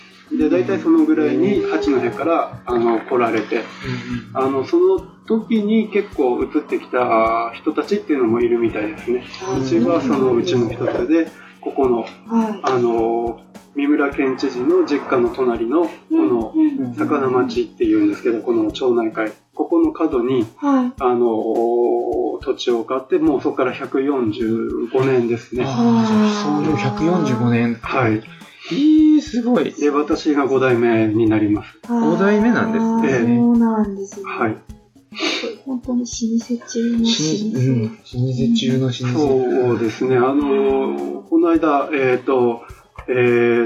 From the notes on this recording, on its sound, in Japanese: 南部せんべいの老舗 おいらせ町の「川越せんべい店」にお邪魔して出張収録！ただ、機材トラブルがあり、PC直接収録の為かなり音質が悪いです。。。更に、別録りしていたはずのエンディングトークデータが消えてしまいました。。。